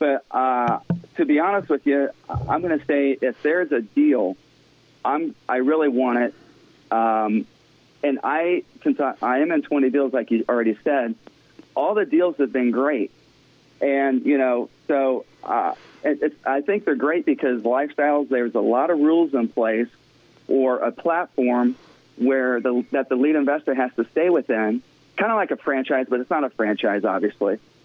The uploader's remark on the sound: Members from all different walks of life across the United States call in to discuss their investment experience.